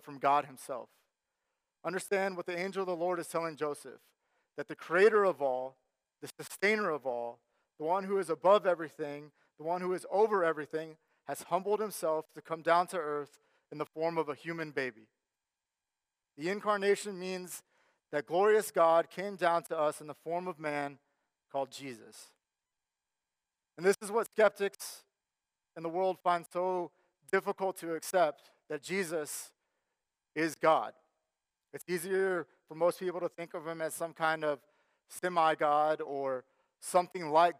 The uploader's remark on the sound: Sermon Audio from our Worship service